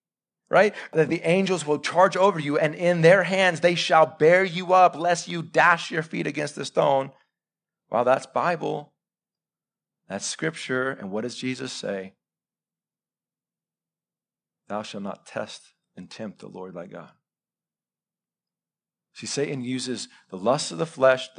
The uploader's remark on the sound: Live sermon recorded 26-September-2021 .